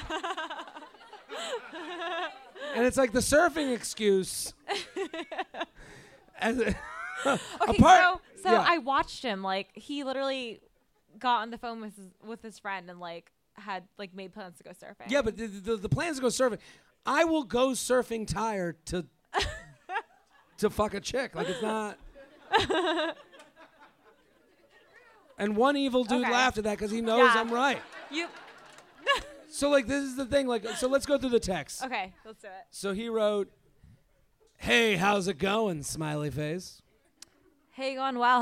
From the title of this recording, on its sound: LIVE From The Punchline San Francisco